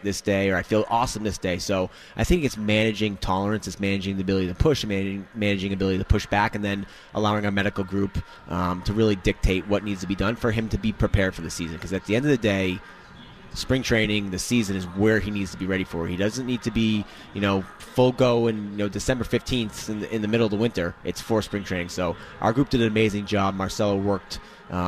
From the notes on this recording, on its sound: live from Red Sox Winter Weekend